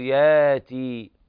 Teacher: قرأ ورش بإبدال الهمزة الساكنة حرف مد من جنس حركة ما قبلها